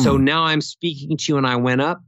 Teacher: the amount I went up is so little that it doesn't trigger that question mark in your mind. I'm also asking people just to stay on the same note and never go down.